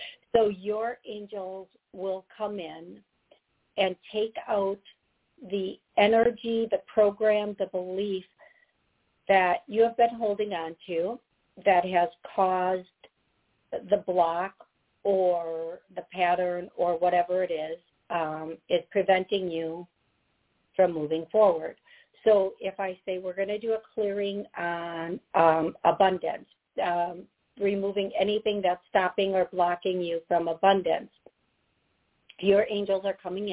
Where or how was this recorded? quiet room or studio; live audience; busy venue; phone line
phone line